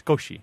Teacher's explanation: The word in Roman characters, if you'd spelled it with our alphabet instead of theirs, it'd be S-U-K-O-S-H-I, and it means small or short or little or something along those lines. But usually the U is not pronounced. It's kind of a voiceless sound, so it's skoshi, like something like that.